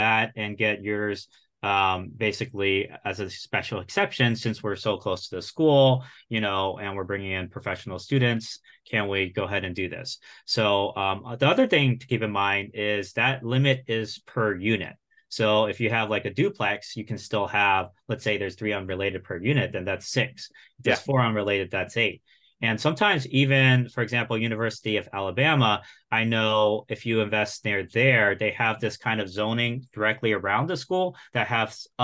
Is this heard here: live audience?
no